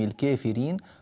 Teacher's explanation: في قوله تبارك وتعالى: أنت مولانا فانصرنا على القوم الكافرين، طبعا كلمة الكافرين هذه مقللة دائما